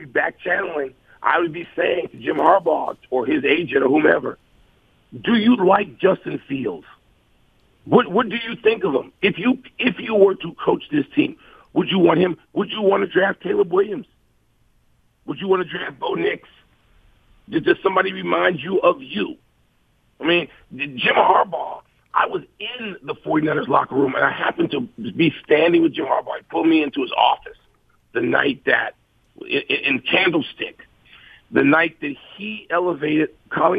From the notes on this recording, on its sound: Phones. Calls.